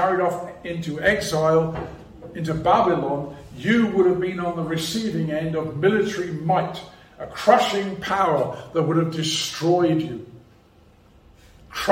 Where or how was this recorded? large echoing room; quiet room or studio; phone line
large echoing room